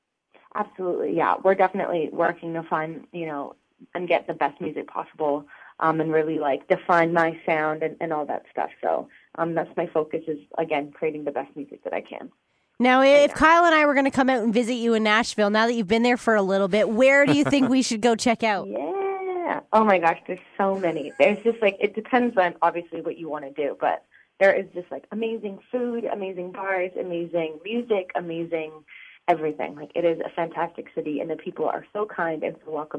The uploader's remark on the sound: chat on the phone